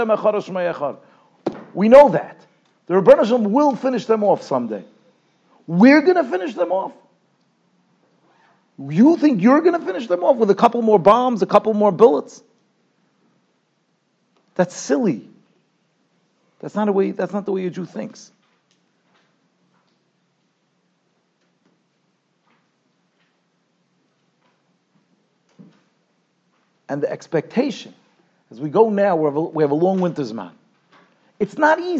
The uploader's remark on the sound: Shiur recorded in Yeshivas Ohr Reuven, Monsey, NY.